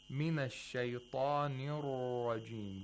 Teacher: without takrir. Just one tap. One tap followed by the kind of dragging sound, which, you know, ra has inhiraf.